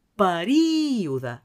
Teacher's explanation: Recordeu que és una paraula esdrúixola. La tònica és la I.